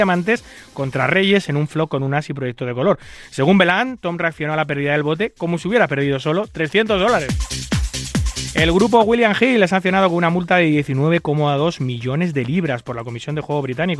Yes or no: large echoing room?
no